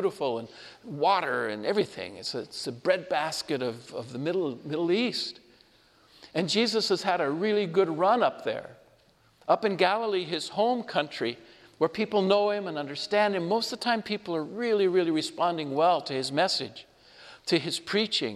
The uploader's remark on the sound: Homily delivered at Our Lady of Fatima Church, Spokane.